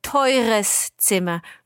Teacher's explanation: We leave out the E there, just because it's too many vowels for us.